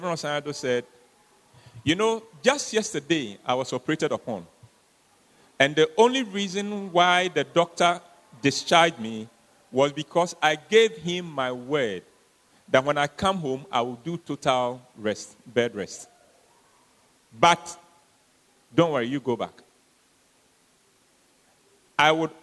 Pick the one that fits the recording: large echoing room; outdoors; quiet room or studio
large echoing room